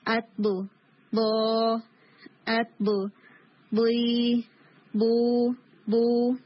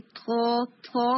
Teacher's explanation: تھو میں دونوں چیزیں آ رہی ہیں، تھوڑی بہت ساؤنڈ بھی رن ہو رہی ہے اور ایئر بھی آ رہی ہے · Shown in: second take